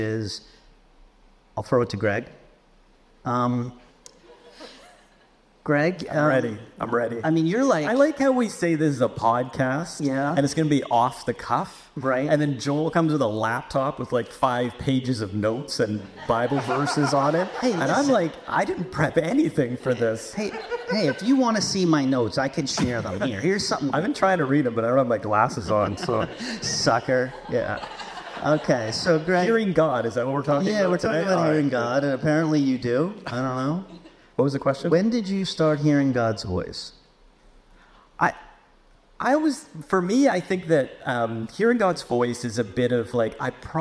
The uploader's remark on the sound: Share a discussion with live Q&A in a special edition of onramp. This podcast was recorded live at Northside Foursquare Church.